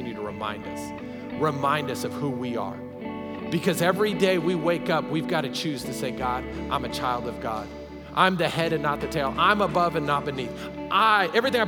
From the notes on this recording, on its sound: Recorded live during our Wednesday night service